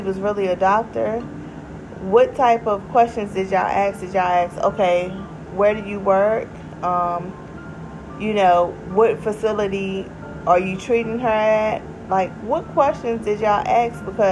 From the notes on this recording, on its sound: I am recording at work and that loud noise you hear is the new heat pump.